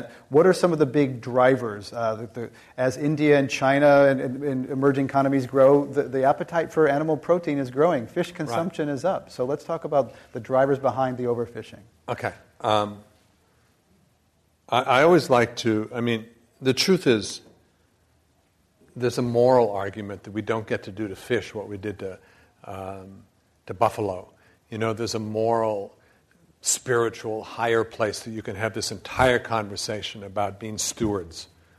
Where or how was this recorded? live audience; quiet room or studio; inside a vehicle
live audience